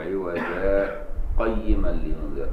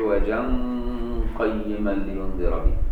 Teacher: السين دي اللي هي اللي يقول لك سكتة لطيفة تظهر في الوصل فقط، يعني السين اللي هي عند عوجة تلاقي فيه سين سموها سكتة لطيفة، سكتة لطيفة في الوصل فقط لا تظهر إلا في الوصل، يعني لو وصلت الآيتين هيبقى في سكتة بغير نفس · Shown in: first take · هتقول لا ولم يجعل له عوجا قيما لينذر، سكتة بغير نفس عند الوصل، أما لو وقفت فخلاص مش هتبان السكتة.